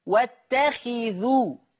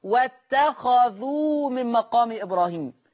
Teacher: حفص يقرأ بكسر الخاء · Shown in: first take